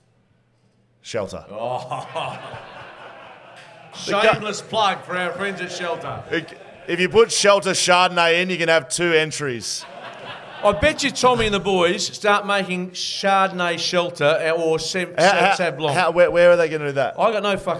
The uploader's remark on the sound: Live at Shelter. Welcome you to the Shelter Brewing Co LIVE SHOW. We previewed the Eagles and Dockers seasons in depth under the pressure cooker of a live audience. There were cheers, heckles and a whole lot of shit talk.